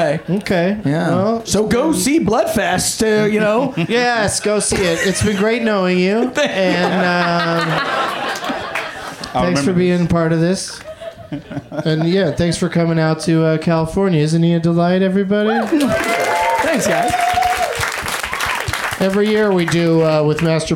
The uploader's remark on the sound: Back home at the UCB Franklin in LA